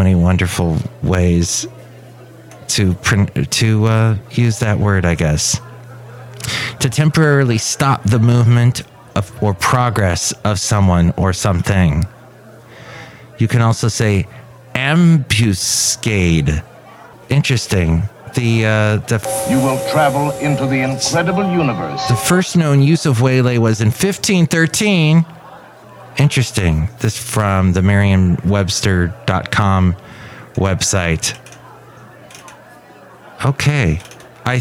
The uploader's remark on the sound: podcasts live from Café Anyway